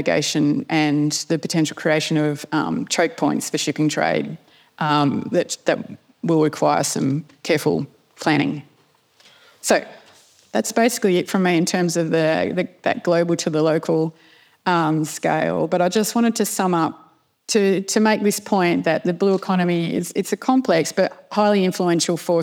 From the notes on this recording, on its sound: address at the Australian Naval Institute’s Goldrick Conference held in Canberra on 19 October 2023